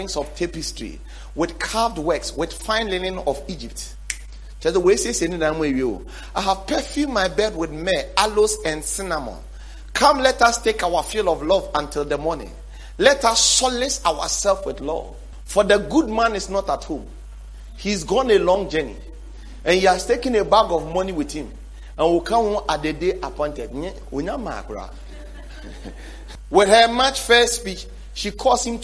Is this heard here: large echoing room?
yes